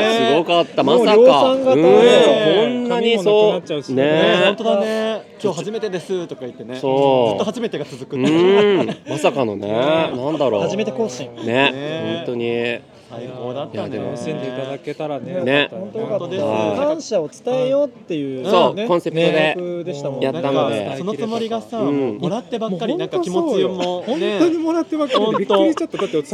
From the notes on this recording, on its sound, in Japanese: ポッドキャストウィークエンド2023当日の様子をお届け。また、ブースに来てくださったポッドキャスターの方で、収録をできた方々の声と、当日の催しの１つ「ルーレット」の模様をお届けします。